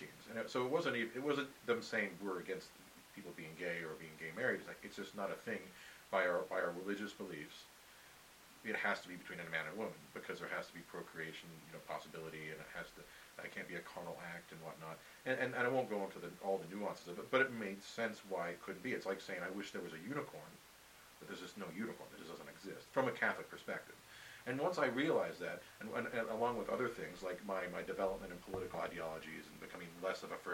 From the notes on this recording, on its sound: Forgive the hiss on this episode. I am just figuring out audacity and failed to create a proper noise profile before hitting record.